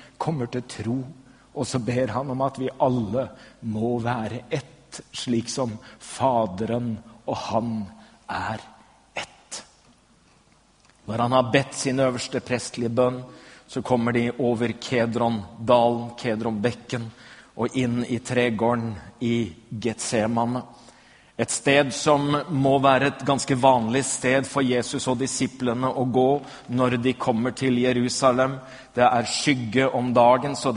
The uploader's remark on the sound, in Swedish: Inspelad i Smyrnakyrkan, Göteborg 2011-04-21.